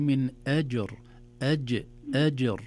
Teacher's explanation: الجيم علشان تقلقل بنيتي لابد أن نعطيها صفة الشدة، بمعنى ينحبس الصوت في الجيم